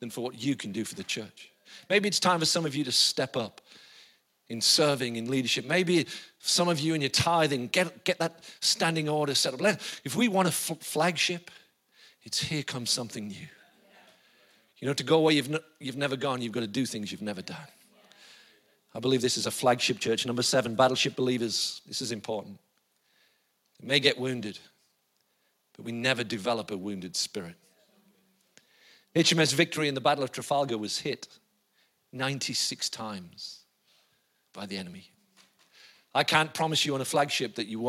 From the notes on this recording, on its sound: IKON Church. Recorded live at the Chesterfield Campus this is the message from the morning service on the 20th October 19.